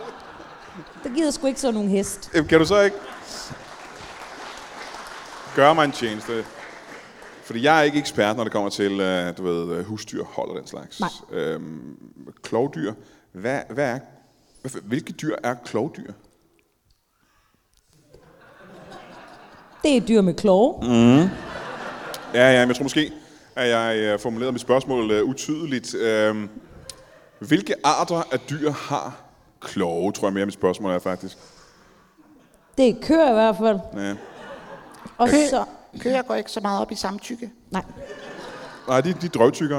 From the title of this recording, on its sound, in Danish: LIVE fra Kjellerup